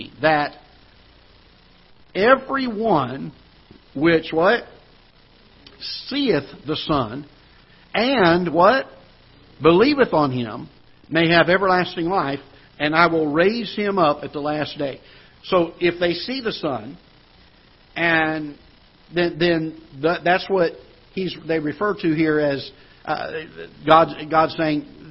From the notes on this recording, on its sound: Ketha Heights Baptist Church ~ Live Broadcast.